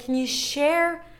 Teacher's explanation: you can just say, can you share, stressing the share